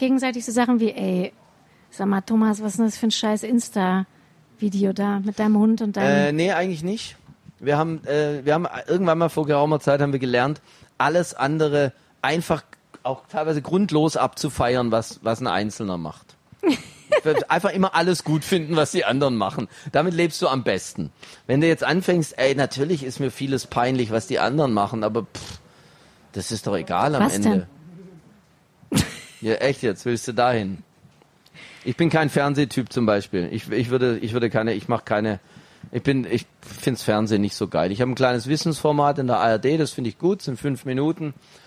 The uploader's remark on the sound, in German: live vom ZFR